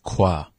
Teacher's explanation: That sound is more at the back of your throat than the front of the of your mouth, like qua, and we'll get those sounds mixed up quite often, qua and qua. · Term: uvular